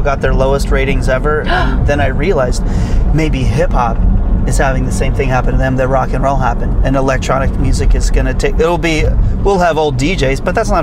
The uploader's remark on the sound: In the Car